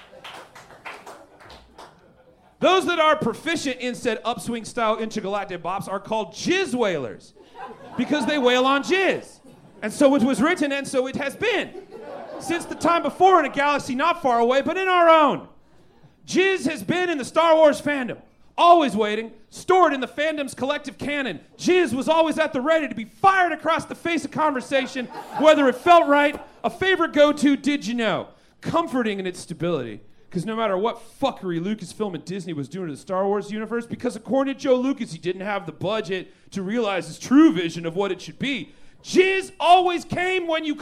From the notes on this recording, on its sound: Recorded LIVE at Chicago’s Historic Green Mill Lounge on September 30th 2023